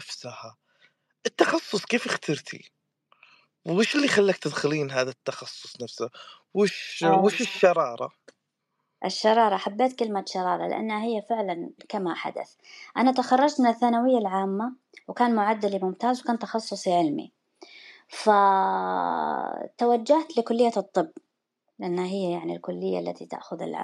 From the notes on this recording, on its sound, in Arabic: تسجيل لمساحة ابن رشد الأسبوعية على منصة تويتر.